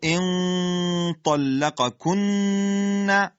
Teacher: إن طلق نون در طا اخفاء معل غنه، اخفاء باید بوی حرف طا رو بده، درشت باید انجام بشه